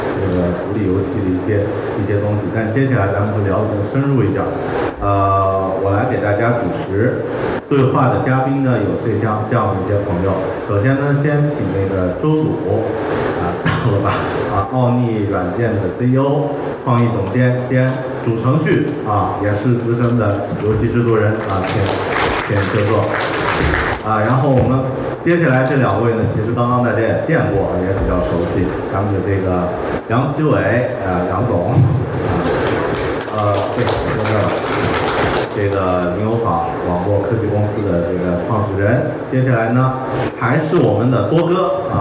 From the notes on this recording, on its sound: 大会首次设置了移动游戏论坛. 这期节目，就是这次讨论的录音。 录音效果非常差. This episode is the audio record of the roundtable session. I'm sorry that the sound quality is not good.